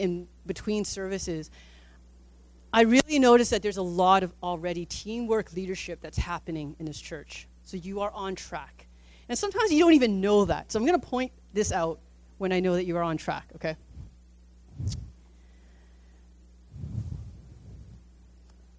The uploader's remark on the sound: Recorded on June 3, 2018 at THRIVE Church Vancouver, Canada